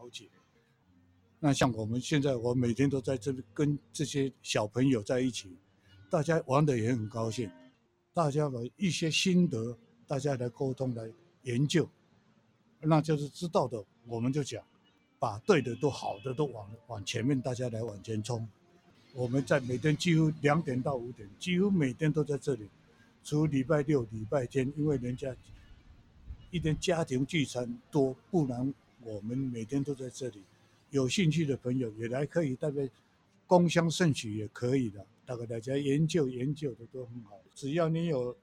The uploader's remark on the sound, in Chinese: 有點熟游擊廣播電台其中一個特色是「游擊」，把野營帳篷變成電台，在各個公園廣場隨機游擊錄音。整個11月，我們游擊了大安森林公園，幾乎每天早午各去一次，採集了許許多多的熟齡故事。臺北市大安森林公園的薩克斯風老師。